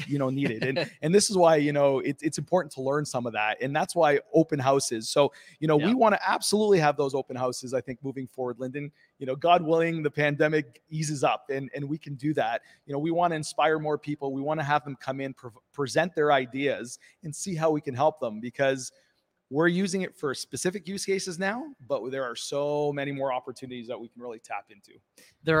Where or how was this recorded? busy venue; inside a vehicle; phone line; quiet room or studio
busy venue